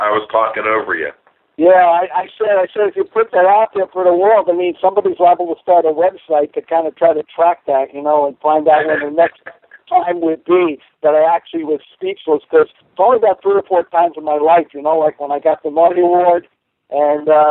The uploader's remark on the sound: As we broadcast live from the Stark Campus of Kent State University. Do a live show from the summit.